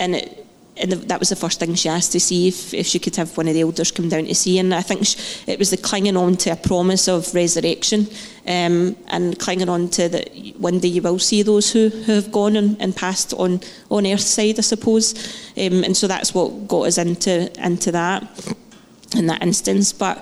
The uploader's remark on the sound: Live podcast from Testimony Sunday.